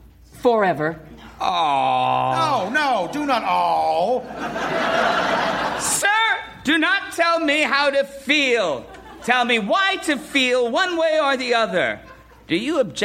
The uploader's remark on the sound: Recorded Live 8/6/2011 at Largo, Los Angeles.